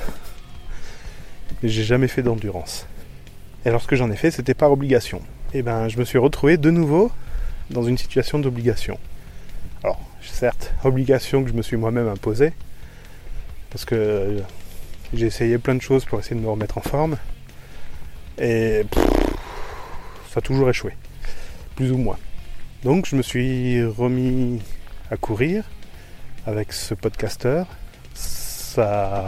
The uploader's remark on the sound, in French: Enregistrement avec le Zoom H1 en extérieur à la campagne. Pour correction de niveau de son dans le seconde partie.